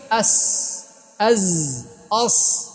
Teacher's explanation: والهواء الذي يخرج من باطنك أخف من هذا الهواء، هو خفيف جدا، لكن جعل الله له أماكن يصطدم هنا فيخرج صوت. الهواء إذا اصطدم بالثنايا أخرج لنا السين